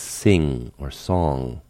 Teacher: The soft palate nasal consonant is the NG sound, at the end of words like sing or song